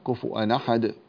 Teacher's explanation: ثم تنقل حركة الهمزة في أحد إلى التنوين قبلها · Term: النقل